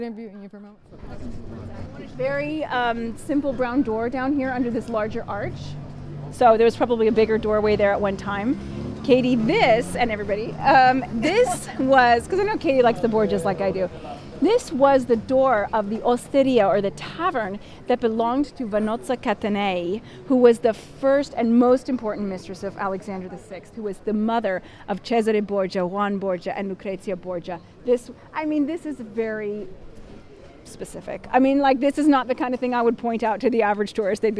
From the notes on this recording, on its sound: We bring you along with us on the final tour of our amazing Rome Adventure last month! During breaks between the sites of this super-secret Rome walk. Pulls out her microphone and interviews a few of our guests.